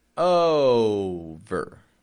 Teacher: the second syllable, we're going to have it kind of drop down. It's going to be quick, flat, fading sort of sound. · Term: Strong, weak